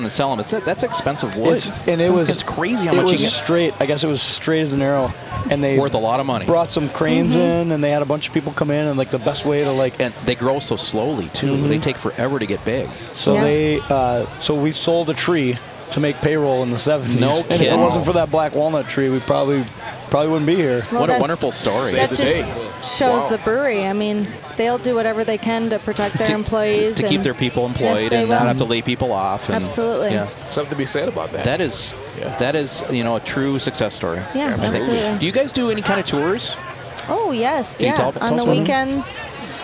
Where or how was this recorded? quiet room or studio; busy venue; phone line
busy venue